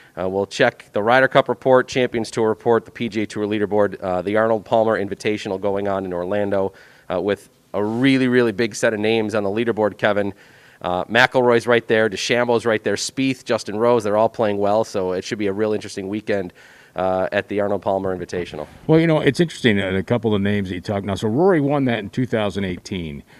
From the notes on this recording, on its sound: The gang is live from Glen Oak Golf Club!